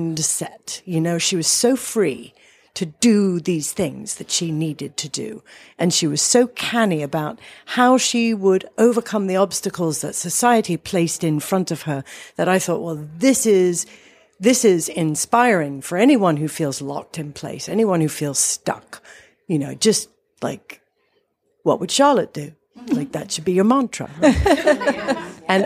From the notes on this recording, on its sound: Live at Loyalty Books. Two live recordings, back to back! I recorded this on Friday, 25 October, 2019, at the Loyalty Bookstore in Washington DC. In the middle we have crashing cups, a spontaneous reading from the author, and a special additional guest.